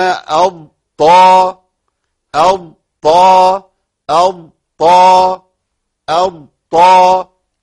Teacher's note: طرف اللسان مع صوت الثنايا العليا